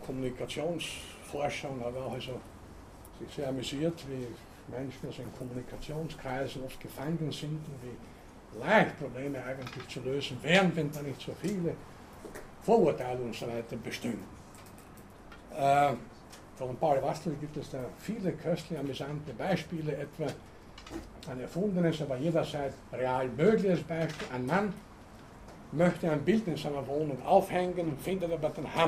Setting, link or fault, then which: setting, large echoing room